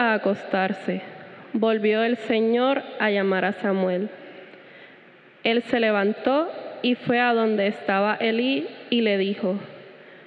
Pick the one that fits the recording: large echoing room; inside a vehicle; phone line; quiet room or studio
large echoing room